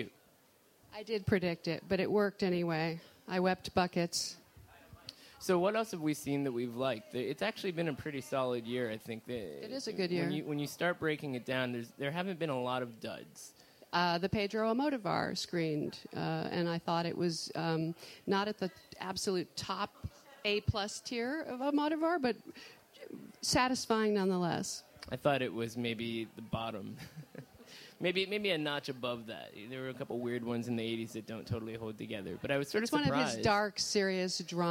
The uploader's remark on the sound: Record this week's episode in front of a live audience at the 2016 Cannes Film Festival.